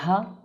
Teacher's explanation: কিন্তু এই হা এটা হচ্ছে নরম, হামজা হা, হামজা আর হা এটার এগুলোর মাখরাজ হচ্ছে হলকের শুরু থেকে